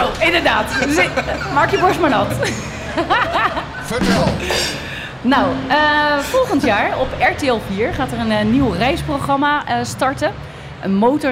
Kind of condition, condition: setting, busy venue